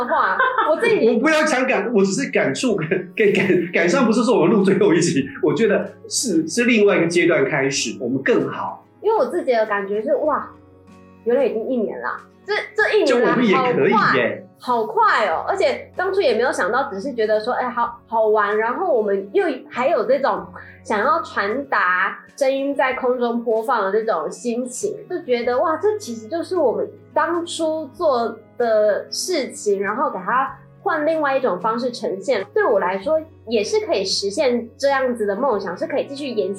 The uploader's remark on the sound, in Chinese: 正好碰到機器調整期(為期一個月)。錄音檔案音質不甚完美。